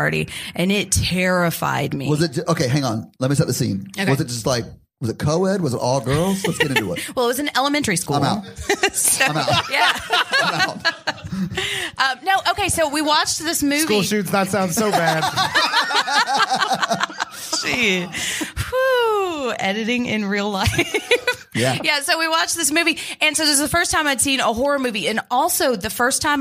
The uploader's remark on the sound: Live from Kansas City. Our very first live show.